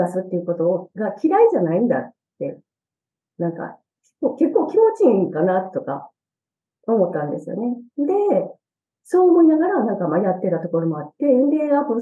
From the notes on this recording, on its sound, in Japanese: JPC９月コーヒーチャットにて収録。ZOOM収録のため音質は良くないです。